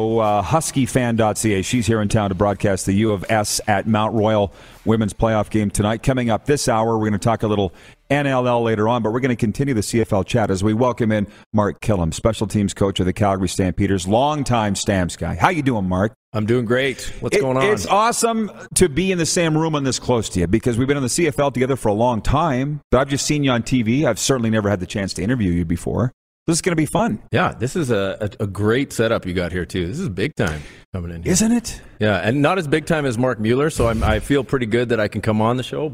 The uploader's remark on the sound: LIVE at the Grey Eagle Casino and Resort!